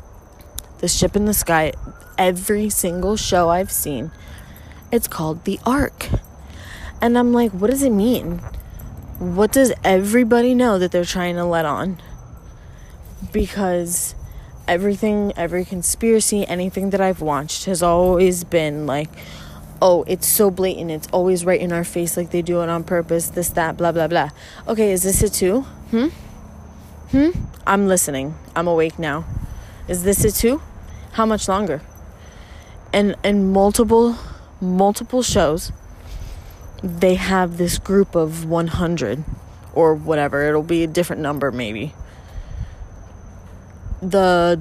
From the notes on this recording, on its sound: A static rant while sitting in my car (apologies for some of that audio). A mic is on the way y'alll.